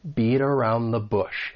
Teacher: So I am going to pronounce this as a flap T, which is going to sound more like a soft D. And then I can link that flap T with the vowel sound in around.